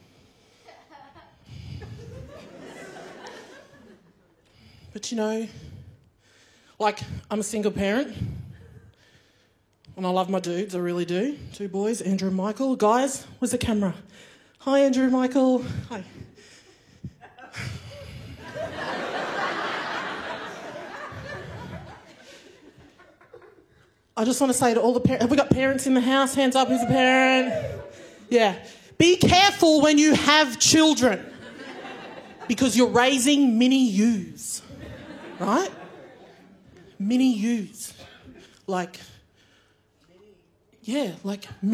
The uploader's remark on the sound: Recorded at the Melbourne International Comedy Festival for NITV.